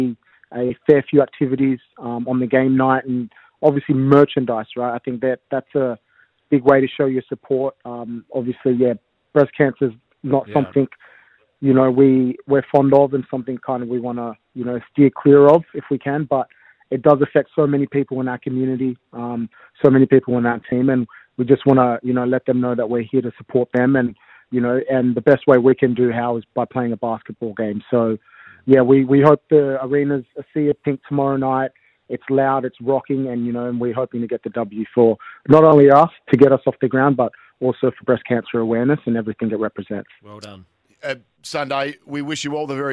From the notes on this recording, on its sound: SEN SA. Jumped on teh phone.